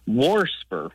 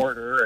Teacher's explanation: WARSPR, with an extra R thrown in there · Term: R insertion